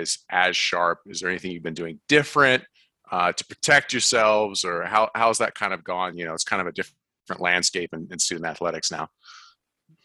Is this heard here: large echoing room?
no